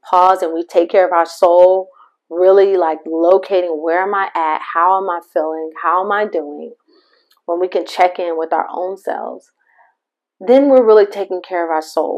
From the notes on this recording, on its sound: MY APOLOGIES FOR THE MIC QUALITY!